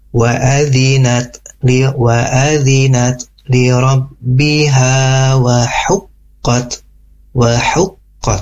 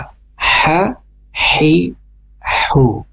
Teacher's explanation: Bunyi ha kecil di tengah tenggorokan kita